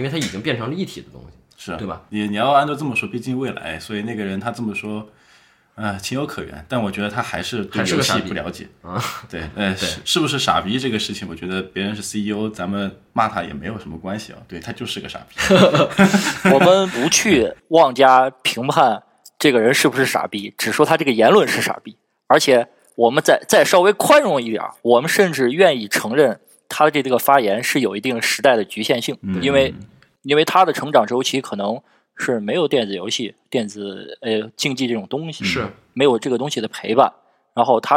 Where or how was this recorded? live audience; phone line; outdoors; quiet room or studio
quiet room or studio